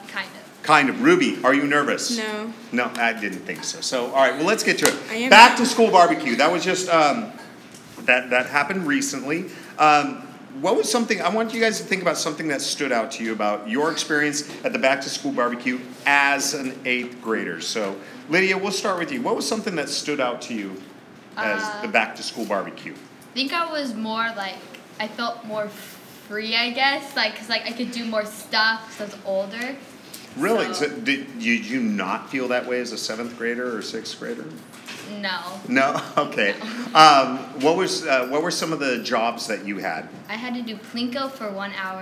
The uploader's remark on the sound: LIVE STUDIO AUDIENCE!